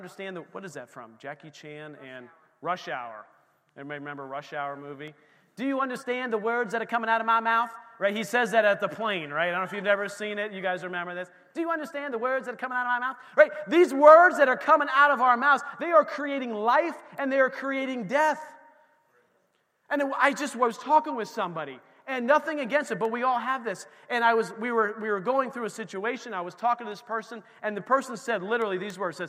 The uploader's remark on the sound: This recording is of the whole service.